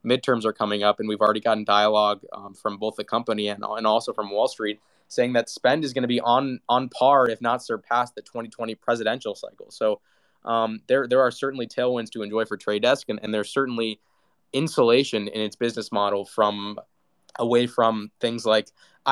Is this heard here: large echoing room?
no